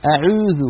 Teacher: الصوت العربي الصحيح تعملون يوقنون لابد من أن يكون ضما كاملا خال من الألف كذلك أن يكون خال من الياء مثل إخواننا مثلا في تركيا مثلا يقولون أعوذ هنا يخلطون صوت الواو بصوت الياء